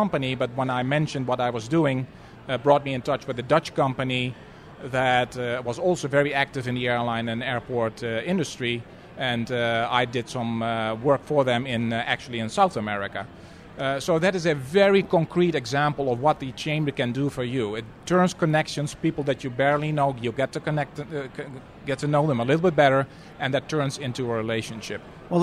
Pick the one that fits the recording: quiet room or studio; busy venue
busy venue